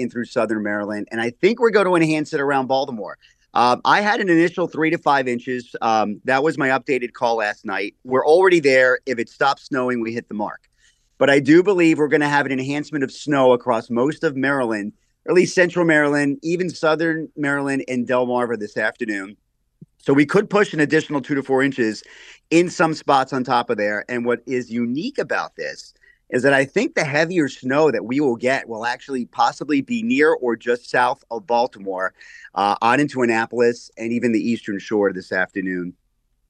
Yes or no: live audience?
no